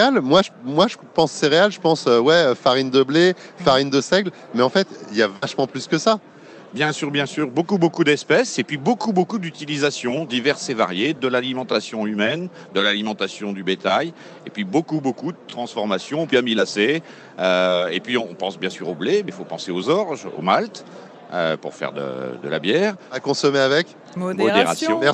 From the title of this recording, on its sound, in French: En direct du SIA